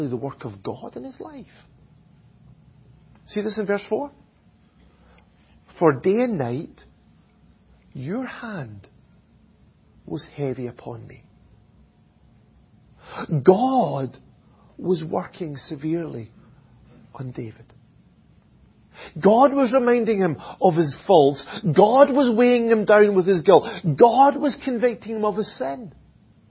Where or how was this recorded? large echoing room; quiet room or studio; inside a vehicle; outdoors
large echoing room